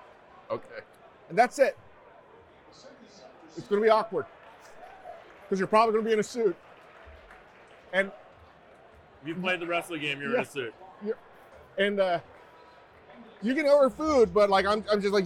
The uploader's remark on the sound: Hoops and Hops at the Cosmopolitan of Las Vegas. Live from the Cosmopolitan of Las Vegas.